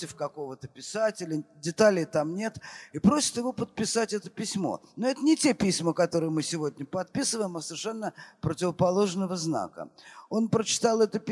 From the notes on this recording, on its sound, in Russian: Фестиваль «Слова и музыка Свободы». Общение с публикой, ответы на вопросы.